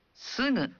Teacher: Dalam bahasa Jepang, Anda membunyikan G dalam suku kata awal berupa G yang dibunyikan seperti ga, gi, gu, ge, go. Namun, bagi suku kata lain seperti sugu, ucapkan G dalam suara sengau.